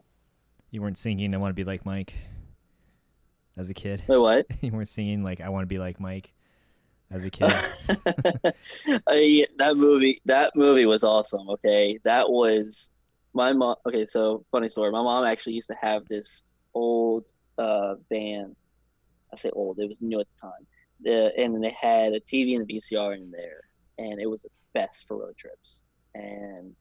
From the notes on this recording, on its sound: This interview (despite the audio being slightly off).